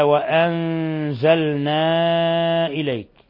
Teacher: نون ساكنة جاء بعدها الزاي الحكم التجويد إخفاء حقيقي. وأنزلنا إليك، مد منفصل لانفصال حرف المد عن الهمز في كلمة أخرى.